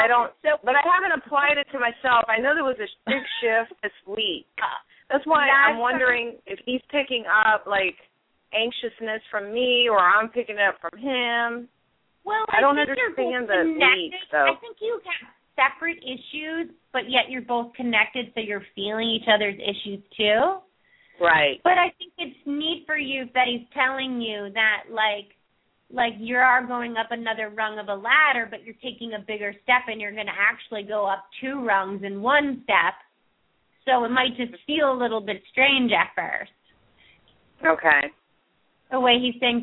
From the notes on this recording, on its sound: open up the lines for listeners to call